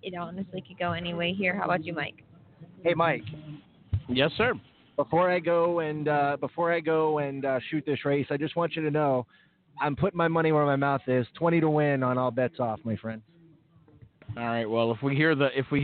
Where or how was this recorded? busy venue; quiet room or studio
busy venue